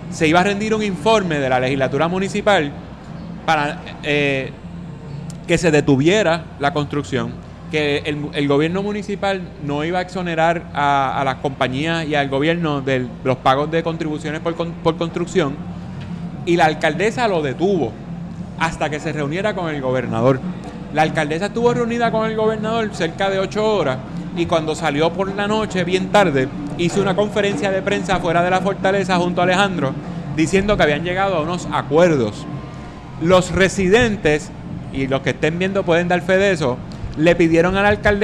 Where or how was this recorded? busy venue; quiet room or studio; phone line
busy venue